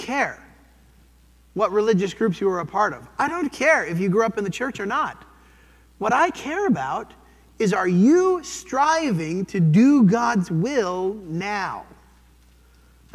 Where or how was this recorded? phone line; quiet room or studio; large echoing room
large echoing room